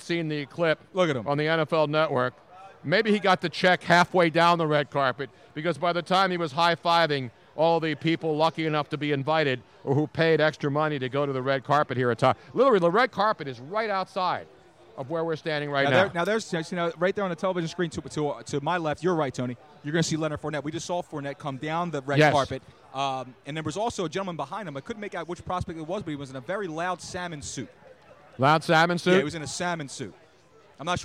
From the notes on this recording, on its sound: We were LIVE from the #NFLDraft2017 Philadelphia. 6 hour Draft Fest LIVE from the Draft Headquarters in Philadelphia.